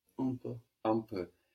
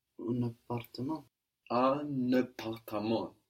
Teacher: The N of un that we don't hear in un peu. It sticks to the A of appartement. · Shown in: second take · Term: liaison